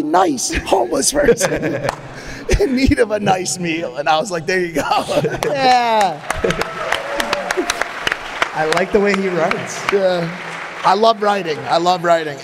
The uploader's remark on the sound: LIVE audience show in Columbus, Ohio.